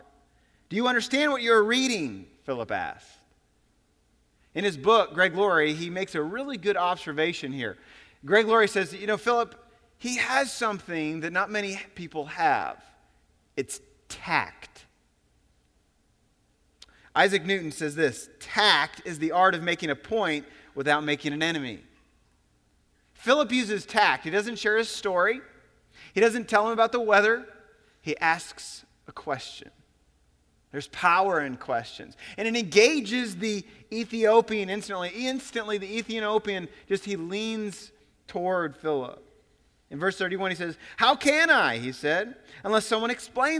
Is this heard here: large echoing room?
yes